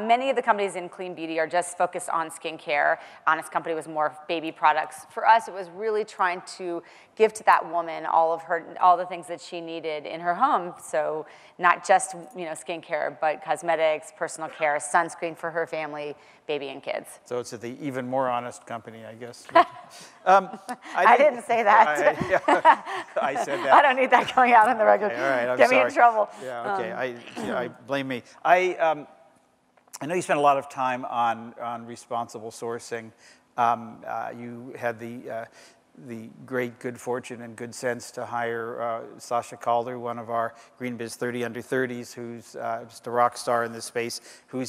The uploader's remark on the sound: The best of live interviews from GreenBiz events.